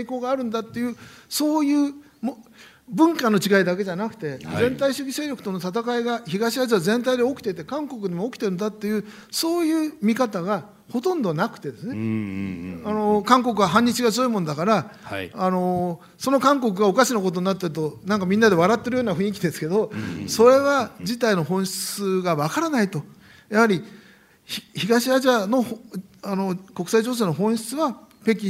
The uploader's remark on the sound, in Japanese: ポッドキャスト公開収録 in 麗澤大学。